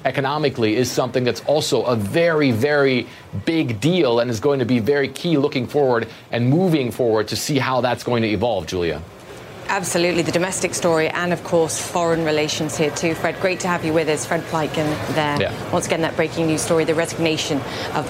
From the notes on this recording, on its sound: live from the New York Stock Exchange